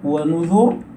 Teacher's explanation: نسكن الراء ولا عمل للكسرة وقبل الراء الذال مضمومة، فالحكم الظاهر هنا هو التخفيف، فهذا هو القول الأول وهو · Term: تفخيم الراء